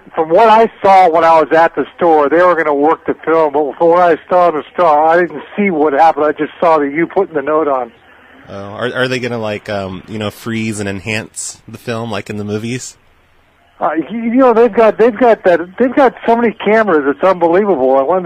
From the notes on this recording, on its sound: Prank Phone Calls Collection.